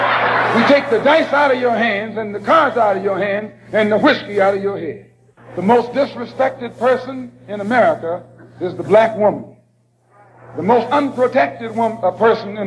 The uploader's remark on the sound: Memorial Service April 28 1962